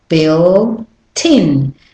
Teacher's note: So, it's not billin with the T getting lost, it's built in and the T connects to the I in